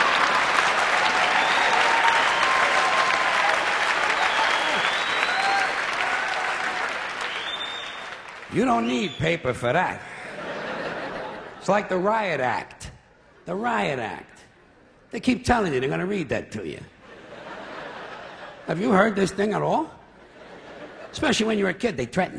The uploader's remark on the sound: recorded in 1996 at the Beacon Theater in New York City